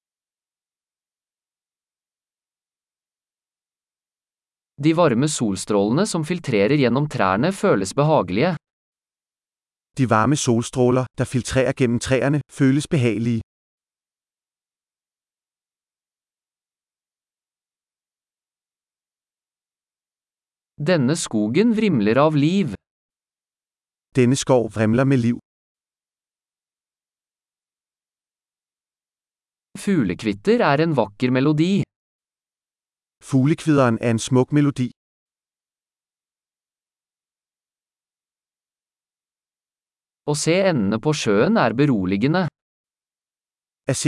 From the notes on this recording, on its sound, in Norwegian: Lyden av den ravende bekken er terapeutisk.